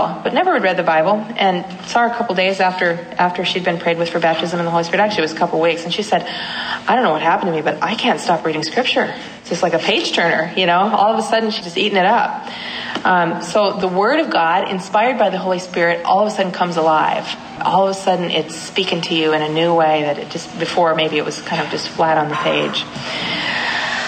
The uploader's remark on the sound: at the Franciscan University Young Adult Conference in Washington D